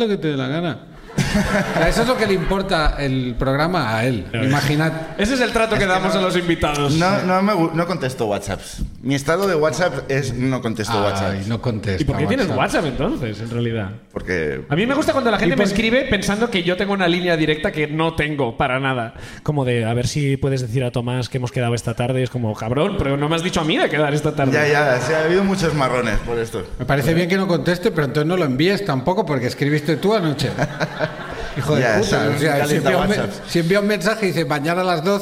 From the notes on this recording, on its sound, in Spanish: La Ruina desde Madrid. Además del público de Madrid.